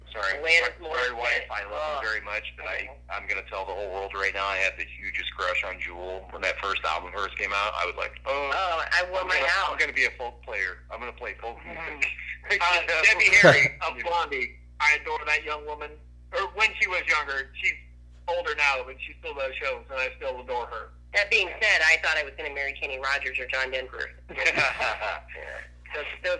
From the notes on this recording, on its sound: burnt the phone lines